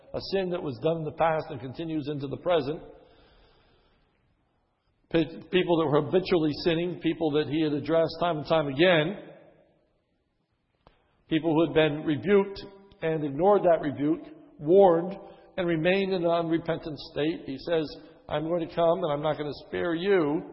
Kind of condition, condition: setting, large echoing room